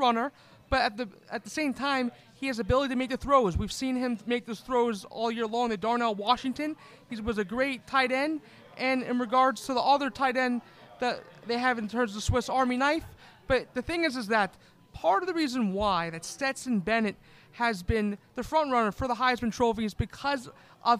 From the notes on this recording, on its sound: Live from Ivy Park Sports Bar and Grill